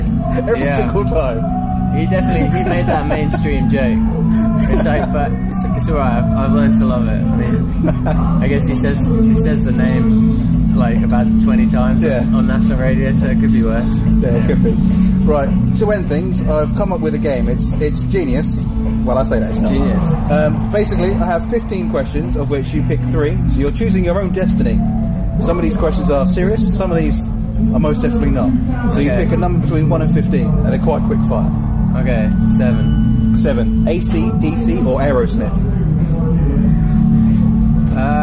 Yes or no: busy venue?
yes